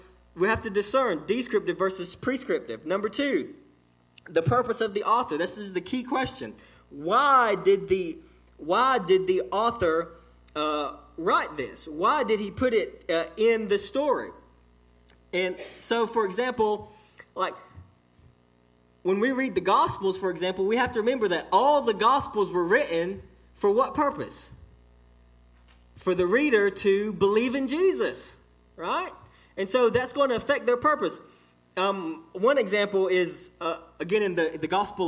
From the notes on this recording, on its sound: This message was delivered to Cottondale Baptist Church in Eastman, GA on 11/4/18 (6pm)